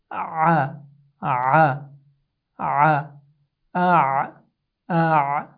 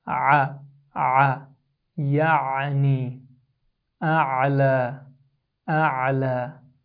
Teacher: As for ayn, the pronunciation of ayn, the makhraj or the point of articulation is from the mid throat. Ayn is somehow similar to hamza, but it comes from the middle of the throat. So it sounds like a, a, a, a, a.